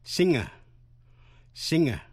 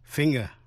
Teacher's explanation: thì đọc như âm ng như trong tiếng Việt, chứ không phát âm là g như trong chữ finger.